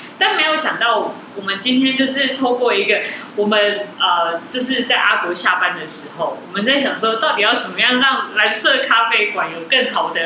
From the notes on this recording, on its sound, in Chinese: 錄音地點｜ 藍色咖啡館 108台北市萬華區大理街131號